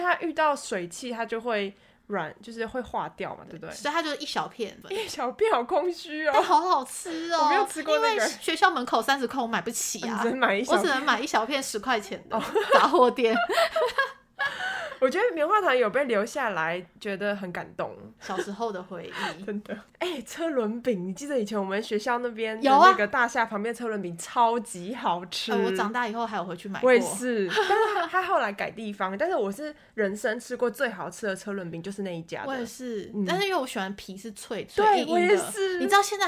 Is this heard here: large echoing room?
no